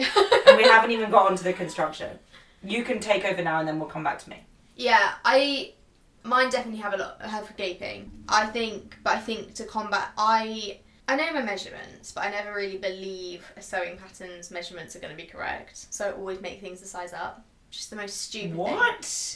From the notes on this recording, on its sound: Please excuse some small audio issues we had with the microphone!